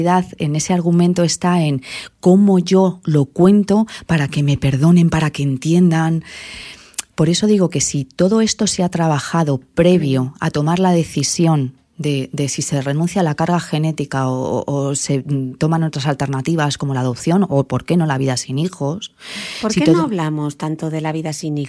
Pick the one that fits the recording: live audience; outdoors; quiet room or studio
quiet room or studio